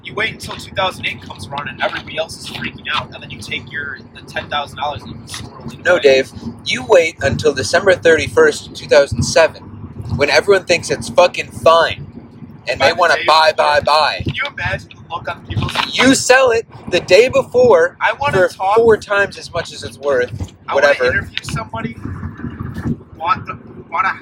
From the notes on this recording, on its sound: We recorded this episode while on a road trip- sorry for the audio quality!